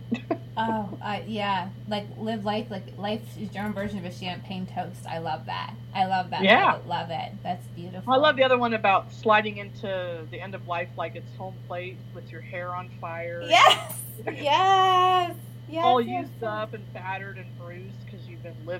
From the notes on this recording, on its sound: We had a few recording difficulties.